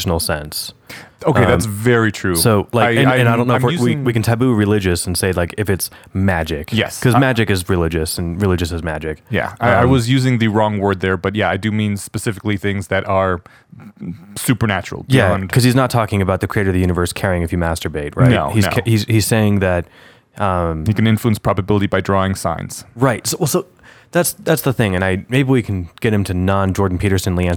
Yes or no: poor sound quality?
no